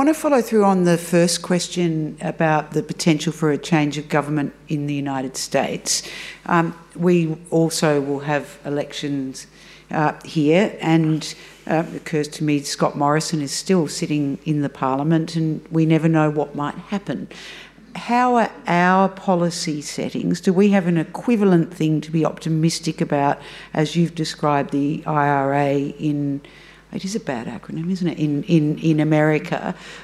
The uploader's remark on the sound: This event was recorded on Tuesday 30 May 2023 at the Wheeler Centre.